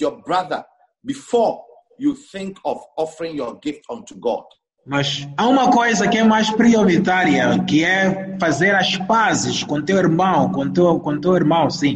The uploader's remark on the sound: ZOOM CAMPUS SERVICE